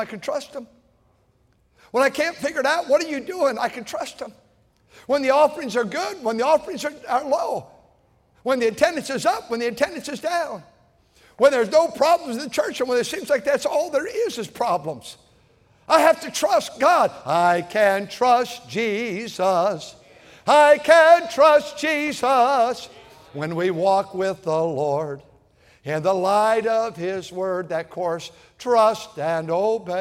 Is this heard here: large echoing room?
yes